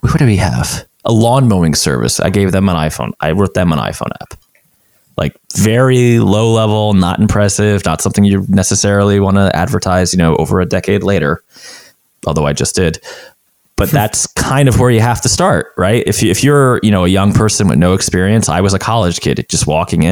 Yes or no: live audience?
no